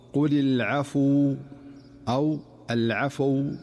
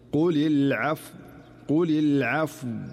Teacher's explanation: الصحيح هو المحافظة على سكون الفاء فلا تتحول إلى ضمة أو فتحة · Shown in: second take · فالخطأ هو قل العفو أو العفو، وهذه كلها أخطاء.